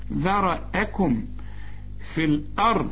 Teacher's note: هنرقق الذال، هفخم الراء